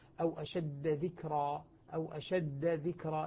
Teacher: أو المشدد ولا متثقل، يعني مشددا، إذا كان الحرف الأول مشددا لا يدغم بما بعده، مثل قوله تعالى: أو أشد ذكرى، أو أشد ذكرى، الدال مشددة فلا تدغم بالذال التي بعدها